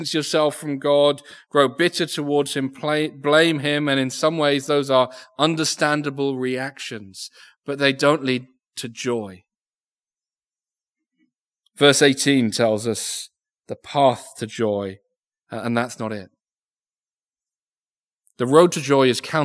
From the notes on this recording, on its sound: Recorded Live Sermon from Binscombe Church (BWS).